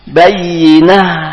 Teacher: di akhirnya ada huruf ta mati maka dibaca ha. Bayinah, dikeluarkan anginnya.